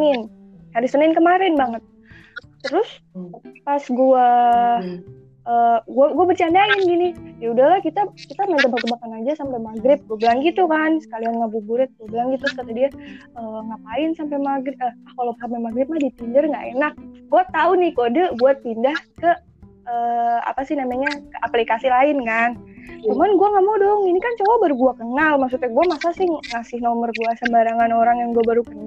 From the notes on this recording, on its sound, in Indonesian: Sorry, kualitas suara kurang bagus.